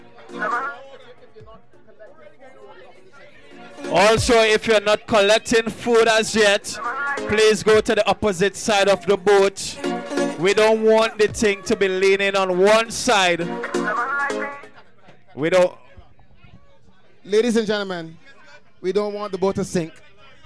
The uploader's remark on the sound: Barbados Cropover Boatride 2023 - SCUM All Inclusive Boatride 2023. Check out this recorded session LIVE from an amazing boat ride for Cropover 2023.